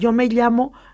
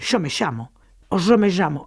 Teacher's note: Esa she, que es dialectal en Andalucía, es el mismo sonido que tienen los argentinos en yo me llamo, que dicen yo me llamo, o yo me llamo, si es en el norte. · Term: la she